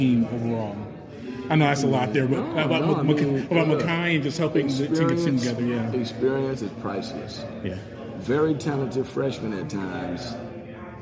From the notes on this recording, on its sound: during the ACC Tipoff event in Charlotte, North Carolina October 12